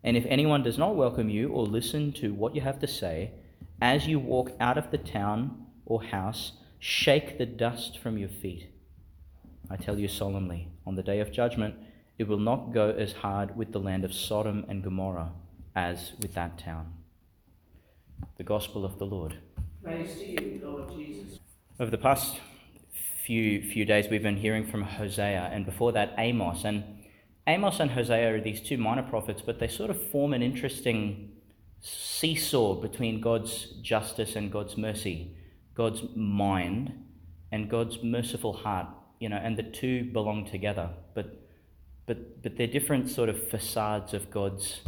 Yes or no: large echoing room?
yes